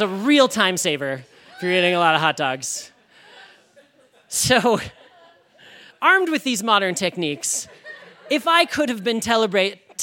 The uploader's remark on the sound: He told this story live on 15 August 2018 at Buntport Theater in Denver, Colorado.